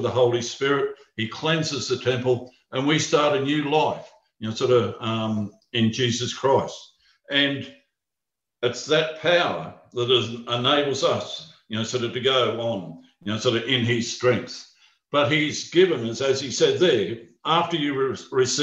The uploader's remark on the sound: Talk 1 from the Wednesday United zoom meeting on 17 February 2021.